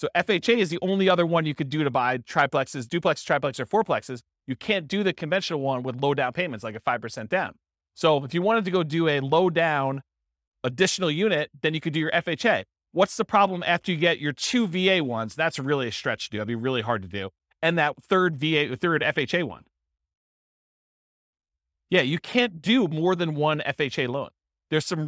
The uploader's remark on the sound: This was a live class recorded